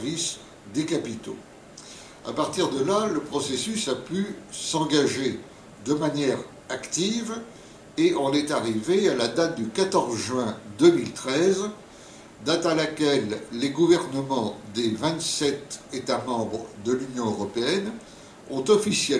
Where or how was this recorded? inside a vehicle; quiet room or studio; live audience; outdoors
live audience